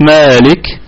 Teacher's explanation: نراعي فيها الهمس، والهمس يكون يعني هواء بسيط جدا يصاحب حرف الكاف